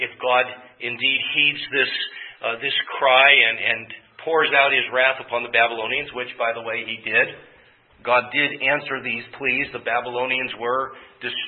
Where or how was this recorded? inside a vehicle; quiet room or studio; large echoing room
large echoing room